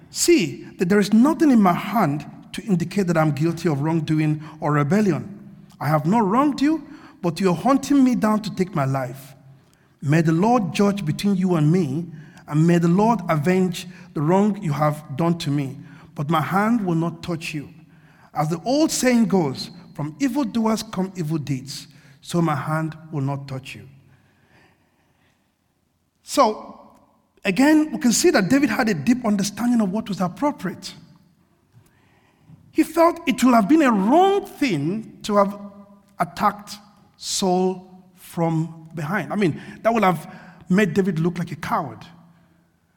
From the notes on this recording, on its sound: This sermon was recorded on Sunday 4th June 2023 at our Great Denham venue.